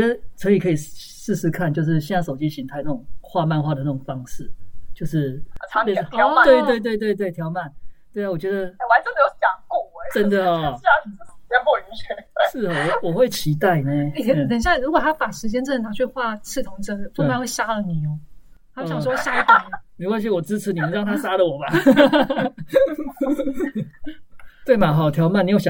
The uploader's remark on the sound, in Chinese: 因為年初突發的疫情改為遠端錄音，品質不佳之處，請大家多多見諒